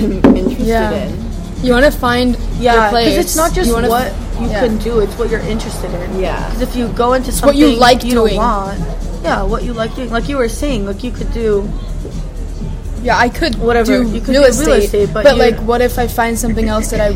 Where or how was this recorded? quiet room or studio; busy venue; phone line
busy venue